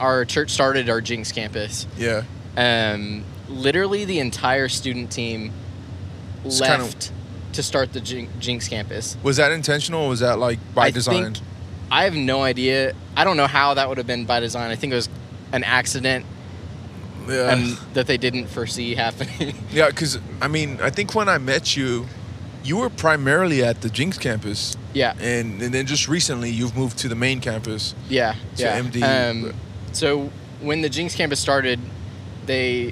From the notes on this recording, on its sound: Don't podcast and drive. In this special audio only; “carpool karaoke” - esque episode. Travel to a music gig.